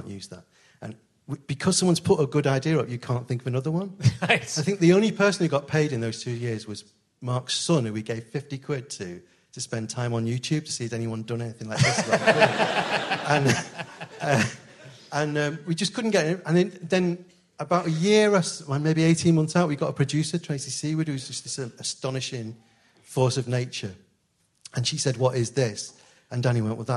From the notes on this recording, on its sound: at the Liverpool Playhouse